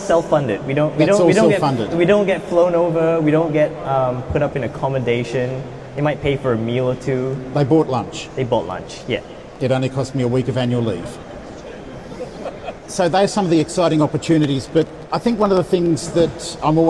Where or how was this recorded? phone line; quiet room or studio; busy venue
busy venue